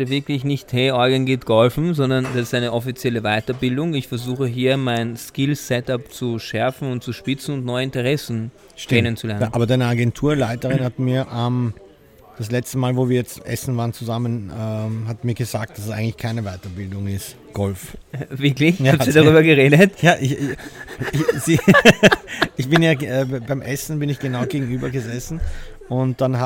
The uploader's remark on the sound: Live aus dem Golfclub. Der Podcast wurde zum ersten Mal aus dem Golfclub aufgenommen.